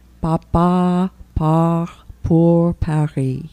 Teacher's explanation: They used to make you light a match and hold it about an inch from your mouth. The French P is very soft. It's not plosive, as they call it. So there should be no explosion of breath. And so you would hold the match from your mouth and say, Papa part pour Paris.